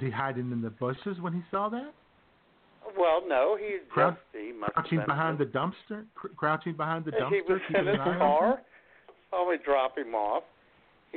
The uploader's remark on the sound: your phone calls